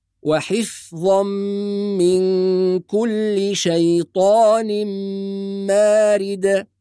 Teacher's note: واستمعنا إلى الغنة في كلمة شيطان مارد مع قلقلة الدال الساكنة